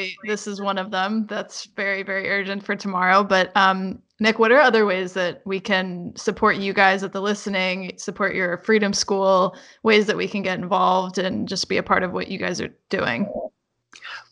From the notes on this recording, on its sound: We recorded a remote interview via Skype.